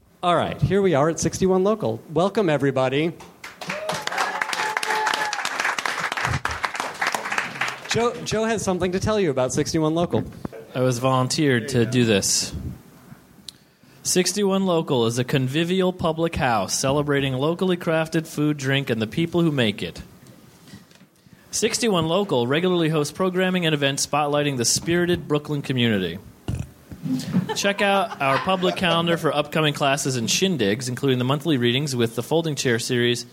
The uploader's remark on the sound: Live from Brooklyn! Recorded at 61Local in Brooklyn on October 1, 2012.